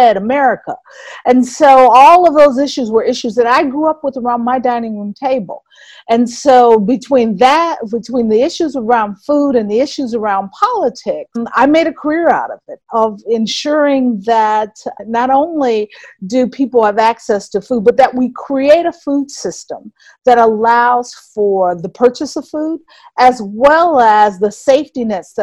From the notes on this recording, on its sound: We apologise for the sound quality for this Zoom interview while we all shelter-at-home in July 2020.